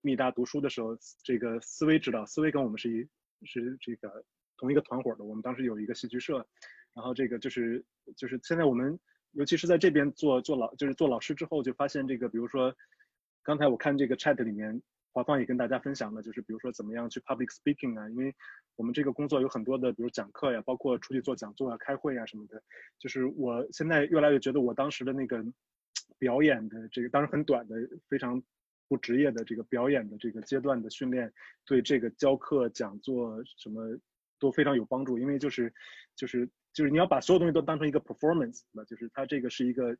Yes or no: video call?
yes